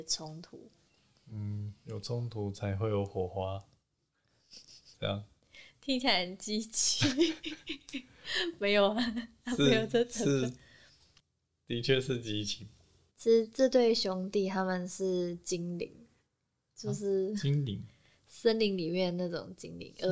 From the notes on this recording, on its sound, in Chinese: 本集背景有點雜音敬請見諒。